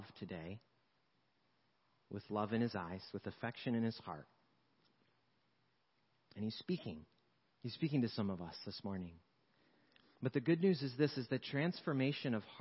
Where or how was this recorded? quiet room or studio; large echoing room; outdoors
large echoing room